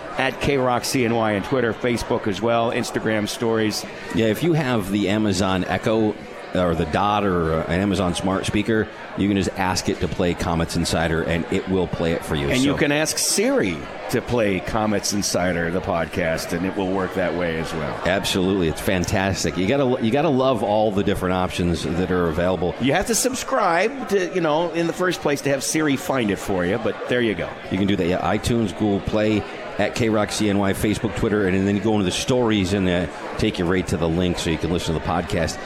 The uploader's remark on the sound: live from The 72 Tavern